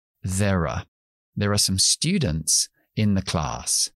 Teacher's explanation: Muchas veces el are lo dejamos en la schwa, la forma débil, y decimos there are.